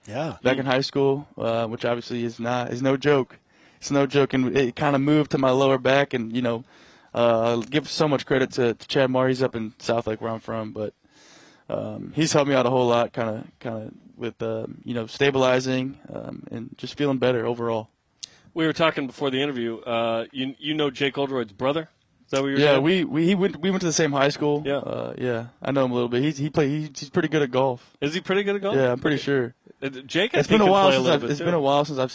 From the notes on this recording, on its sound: BYUSN is live at the Big 12 Media Days.